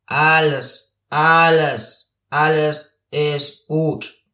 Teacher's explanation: Knarrt er so wie alles alles, alles ist gut. Das wäre Knarren.